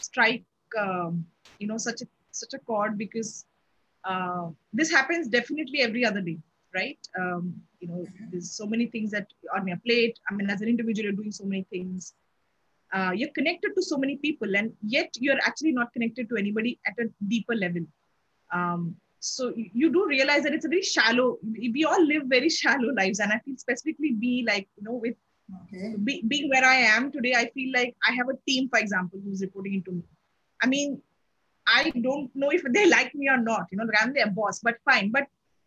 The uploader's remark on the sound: This is the audio part of a video conversation.